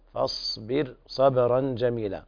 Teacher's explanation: الصاد ساكنة ليس فيها قلقلة